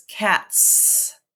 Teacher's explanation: And so the idea that cat t, t, t, is unvoiced, t, t, t, is unvoiced. So when I add the suffix S, my voice stays off